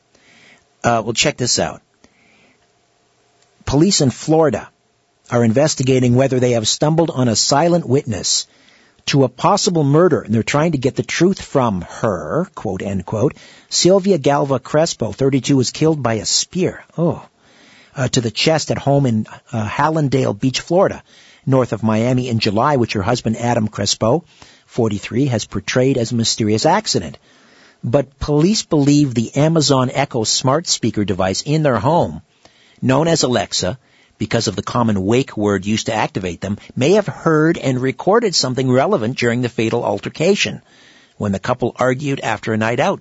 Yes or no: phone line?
yes